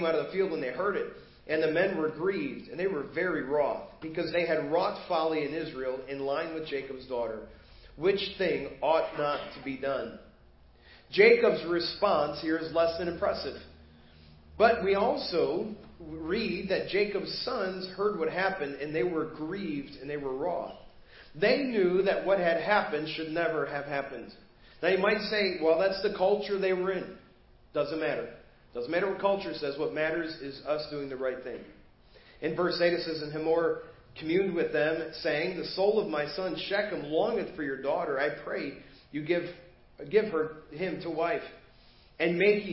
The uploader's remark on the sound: Preached at First Baptist Church of Hazel Park